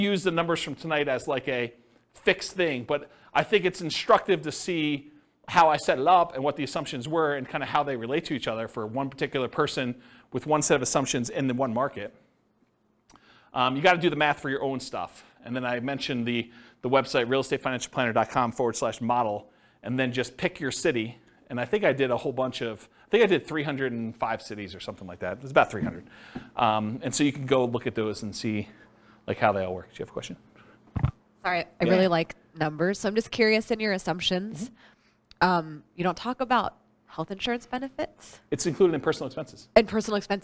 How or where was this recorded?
live audience